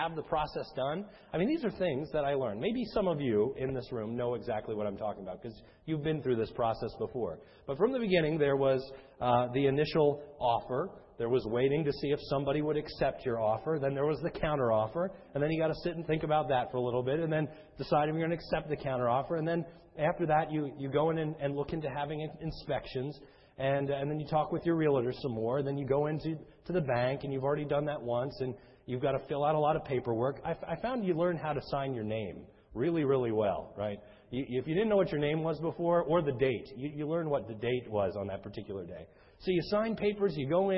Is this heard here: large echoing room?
yes